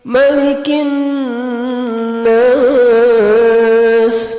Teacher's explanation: Jadi nada pertama naik, nada kedua turun, naik, naik, turun, ya seperti itu.